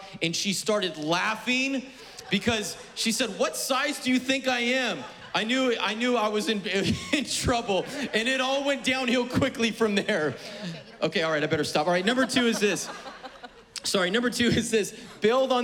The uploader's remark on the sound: was preached on May 23rd at the 11:30AM service